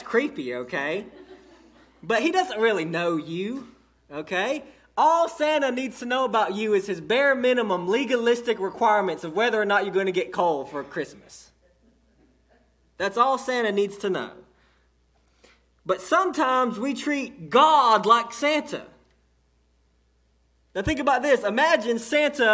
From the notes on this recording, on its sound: delivered to Cottondale Baptist Church in Eastman, GA on 6/3/18